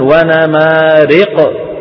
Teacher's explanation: بيخلط صوت الفتحة بشيء من الياء · Term: الإمالة